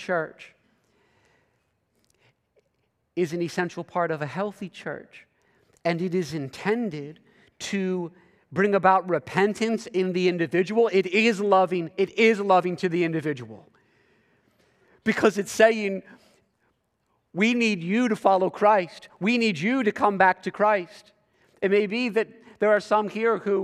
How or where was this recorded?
large echoing room